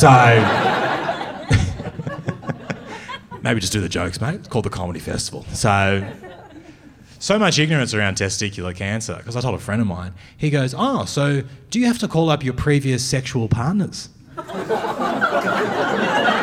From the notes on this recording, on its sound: Filmed at the Melbourne Comedy Festival. Has the audience gasping and laughing.